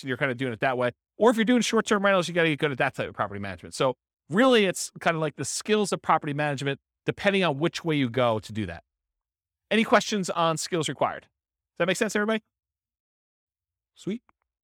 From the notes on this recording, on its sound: This was a live class recorded